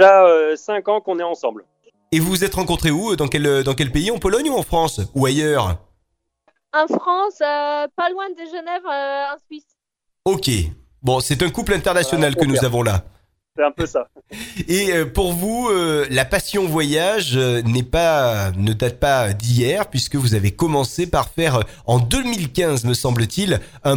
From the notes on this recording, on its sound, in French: J'ai eu la chance d'avoir par téléphone